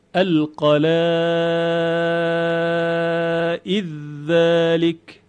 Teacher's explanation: مورد بعدی ادغام دال در ذال. القلائد دالش ادغام میشه در ذلک